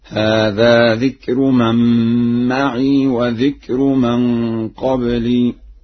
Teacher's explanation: قرأها ورش بإسكان الياء